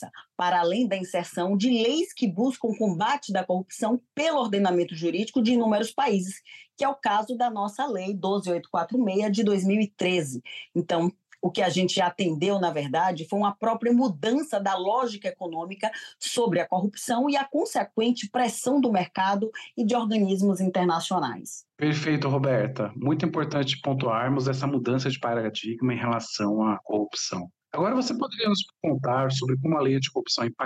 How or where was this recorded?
video call